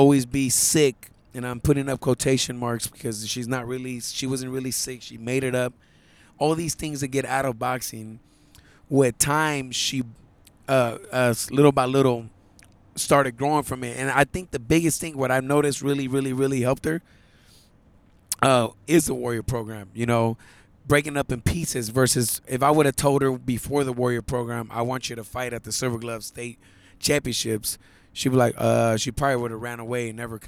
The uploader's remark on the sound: Recorded this podcast on his way to Los Ángeles for the Silver Gloves state championships.